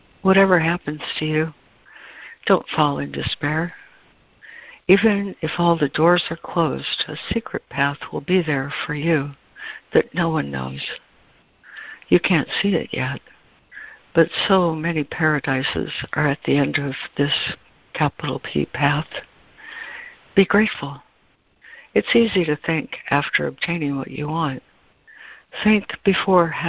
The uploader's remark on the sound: ACIM Daily Conference Call.